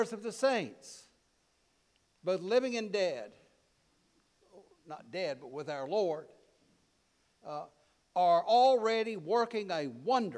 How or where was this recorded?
large echoing room